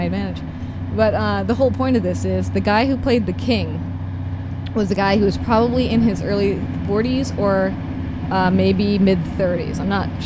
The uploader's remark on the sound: This episode that we recorded on a train between Rome and Orvieto way back in 2014. While the Umbrian countryside whooshes along outside the window.